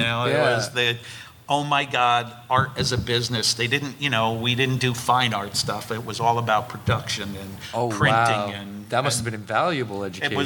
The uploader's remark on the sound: A live chat from FanExpo Philly